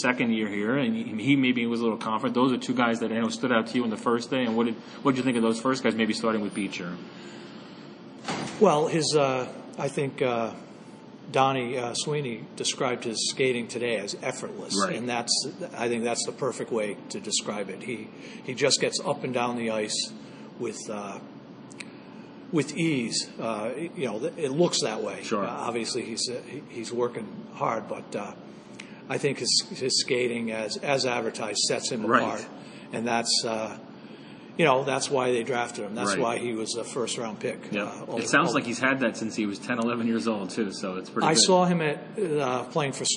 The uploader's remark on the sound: record from the Bruins practice rink at Warrior Ice in Brighton